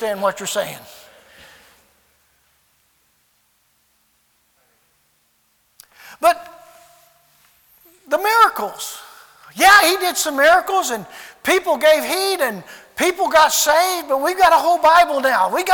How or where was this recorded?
large echoing room